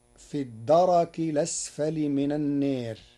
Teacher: قرأ ورش كلمة الدرك بتحريك الراء مفتوحة، فتصير في الدرك الأسفل من النير، وهي لغة من لغات العرب، وقيل بالفتح جمع دركة كبقر وبقرة، وبالسكون مصدر.